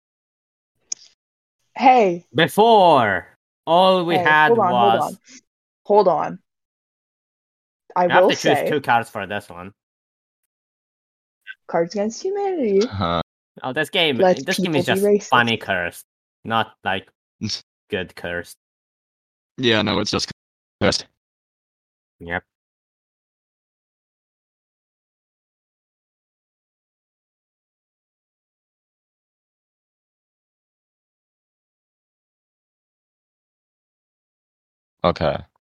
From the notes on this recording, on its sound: I sound glitchy because I’m on a new computer